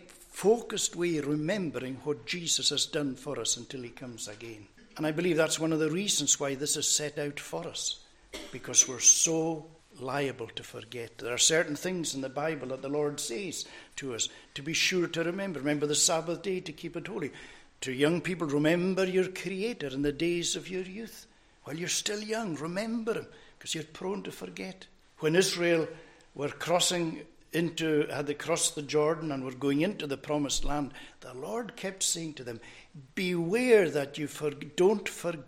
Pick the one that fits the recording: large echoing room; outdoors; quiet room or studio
large echoing room